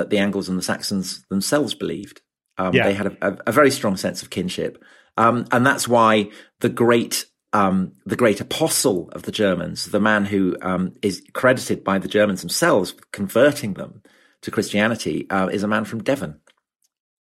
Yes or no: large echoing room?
no